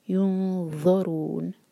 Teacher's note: اور ذو کے لیے ہماری جو زبان ہے وہ اوپر والے دانت پر لگ کر تھوڑی سی ٹپ باہر ہوتی ہے، اور پھر ہیوینس نکال کر، ہیوی کر کر اس کو پھر نکالتے ہیں.